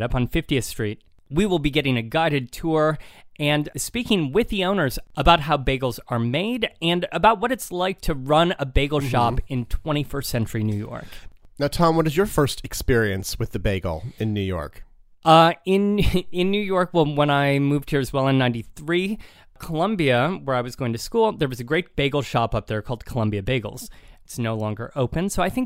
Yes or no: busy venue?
no